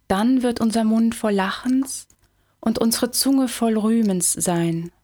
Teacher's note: La présence de nombreuses consonnes fortement concentrées et puissamment articulées.